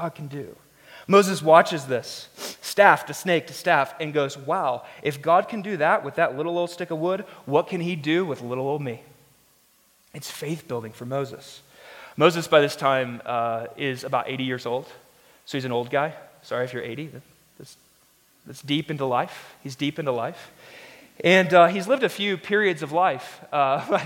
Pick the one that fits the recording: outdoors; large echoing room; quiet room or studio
large echoing room